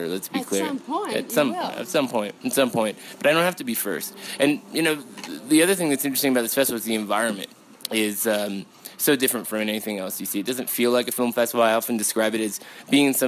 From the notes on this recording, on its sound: sit down at the Telluride Film Festival